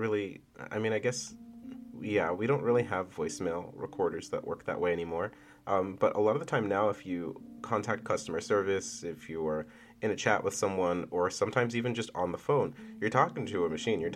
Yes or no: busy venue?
no